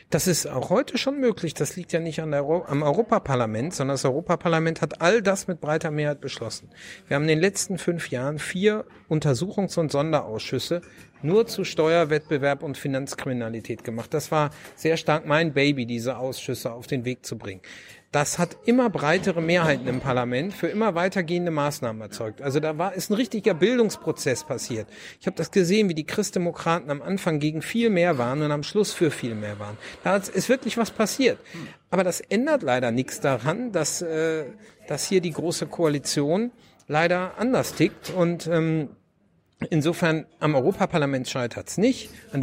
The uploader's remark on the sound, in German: in der Buchhandlung "Ocelot" (Berliner Brunnenstraße) aufgezeichnet.